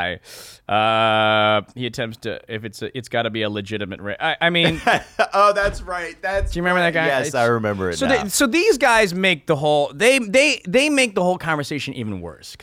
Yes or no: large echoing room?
no